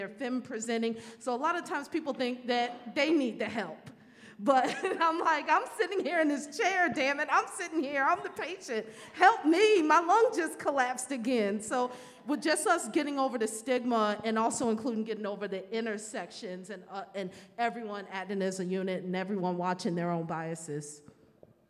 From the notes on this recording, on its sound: Live Panel Discussion. Here in Baltimore.